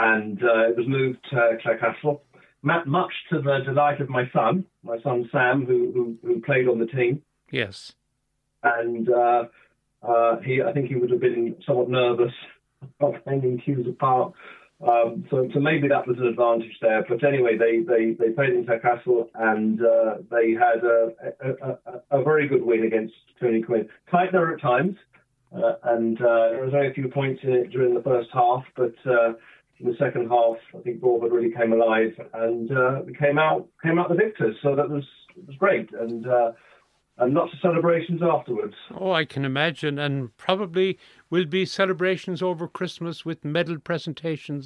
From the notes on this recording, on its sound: joined on the phone by Broadford correspondent